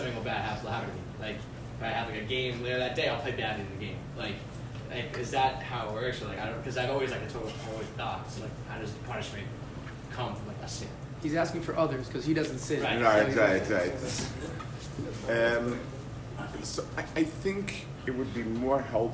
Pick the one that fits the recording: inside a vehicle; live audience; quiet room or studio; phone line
live audience